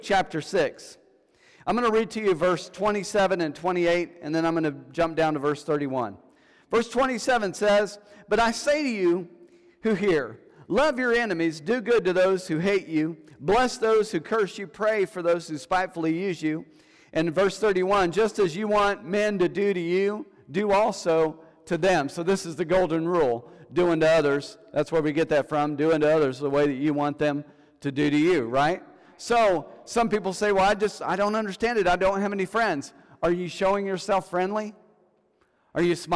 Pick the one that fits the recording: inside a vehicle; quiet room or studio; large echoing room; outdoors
large echoing room